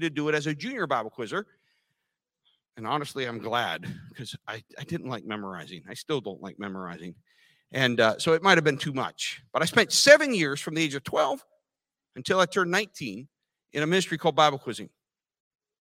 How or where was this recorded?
large echoing room